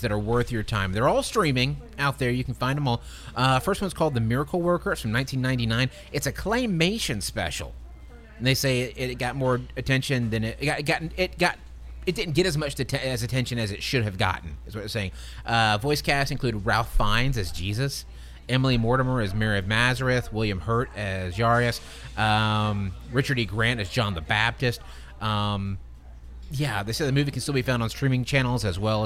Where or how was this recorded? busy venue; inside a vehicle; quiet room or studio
busy venue